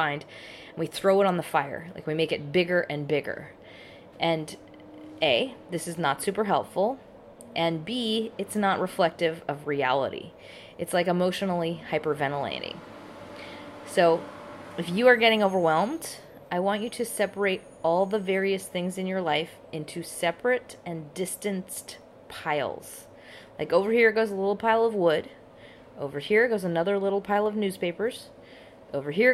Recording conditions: background noise